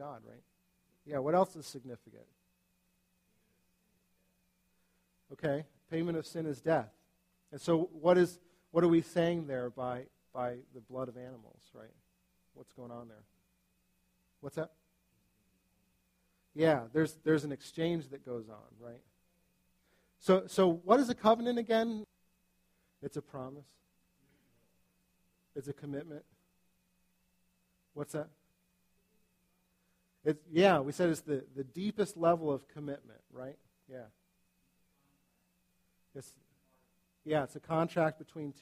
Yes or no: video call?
no